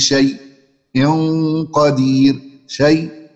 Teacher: سكتة بسيطة من غير ما أخد نفس. ها، الفرق بين السكت والوقف إن الوقف بناخد فيه نفس، أما السكت لا نتنفس فيه.